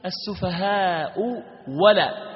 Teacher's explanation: قرأها بتحقيق الأولى وإبدال الثانية واو